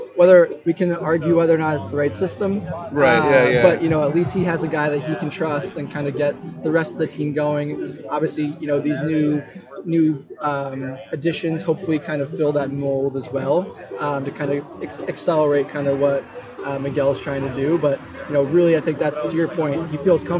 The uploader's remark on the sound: First time at Birdsong Tap House in NoDa.